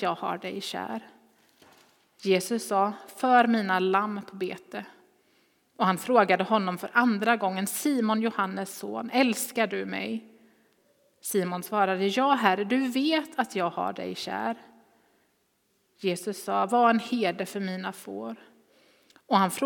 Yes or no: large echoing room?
yes